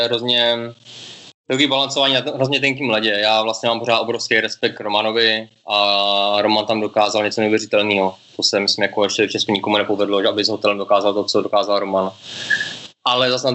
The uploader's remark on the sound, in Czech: Přes Skype (tímto se rovnou omlouváme za občas horší kvalitu přenosu).